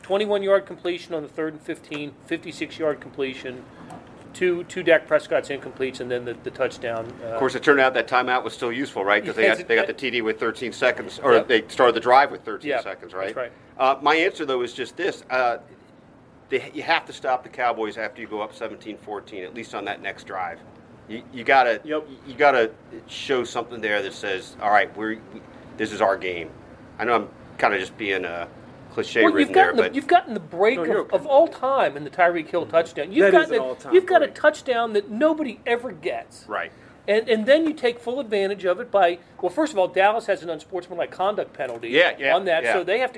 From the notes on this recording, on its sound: live from AT&T Stadium